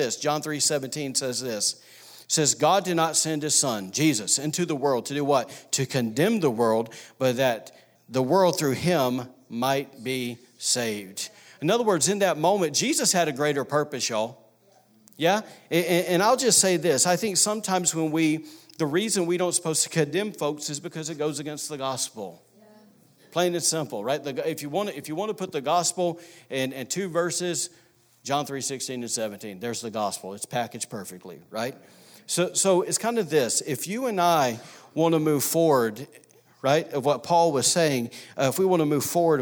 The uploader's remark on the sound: was recorded on Sunday, March 3, 2019, during service at The Anchor Church in Rockport, Maine.